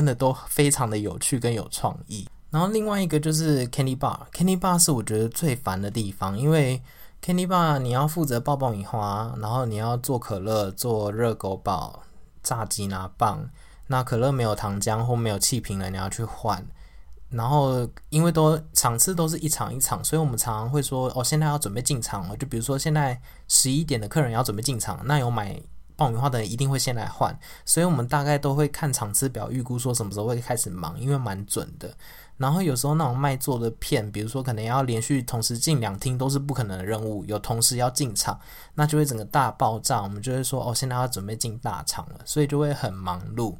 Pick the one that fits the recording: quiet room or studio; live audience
quiet room or studio